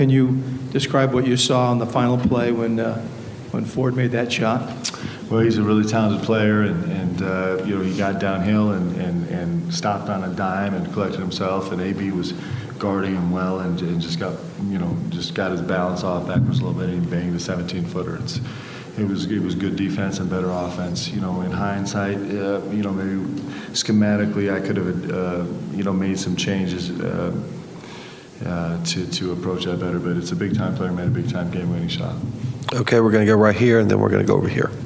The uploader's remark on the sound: BYU Press Conference. Postgame press conference.